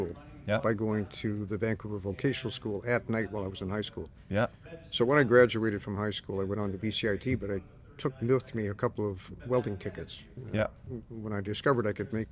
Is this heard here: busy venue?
yes